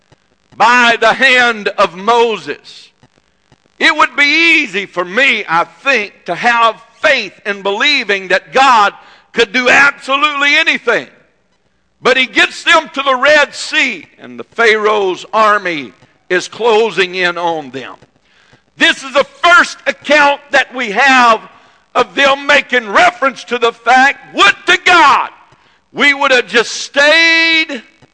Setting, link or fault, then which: setting, large echoing room